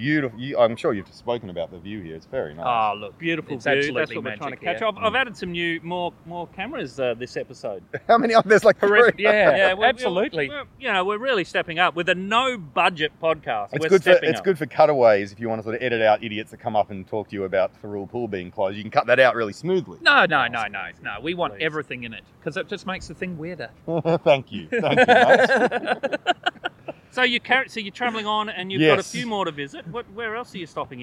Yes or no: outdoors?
yes